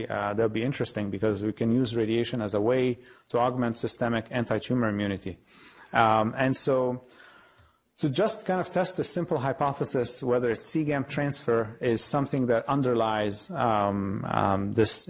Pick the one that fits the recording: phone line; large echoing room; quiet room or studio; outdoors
large echoing room